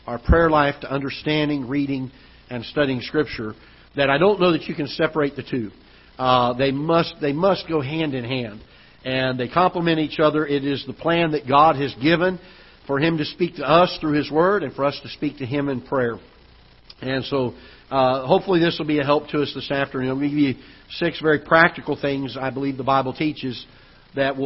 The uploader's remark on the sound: Ketha Heights Baptist Church ~ Live Broadcast